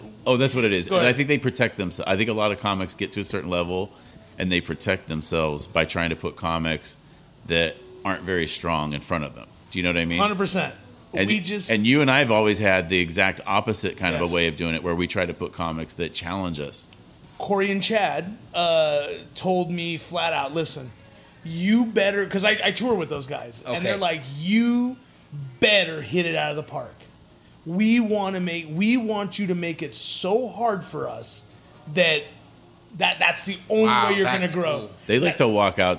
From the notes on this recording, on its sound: Live from the Wheelhouse Lounge. Gets a giant cramp in his leg and almost takes out the entire sound board.